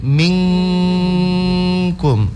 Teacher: Minkum itu ikhfa. Dan harus langsung dibaca dengan NG.